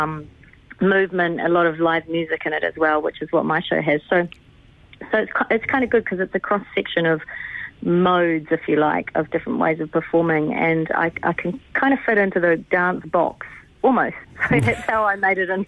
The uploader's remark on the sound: LIVE on the line